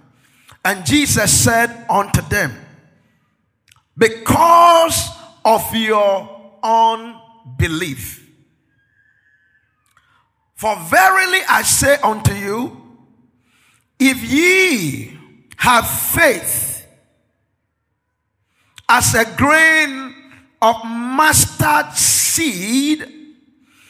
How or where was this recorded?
live audience